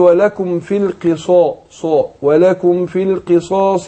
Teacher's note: القاف هي مكسوره هتاخد ادنى درجات تفخيم